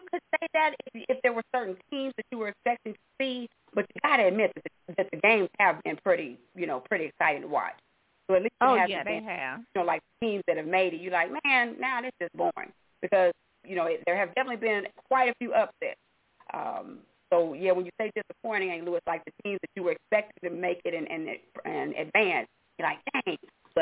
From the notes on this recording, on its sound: your phone calls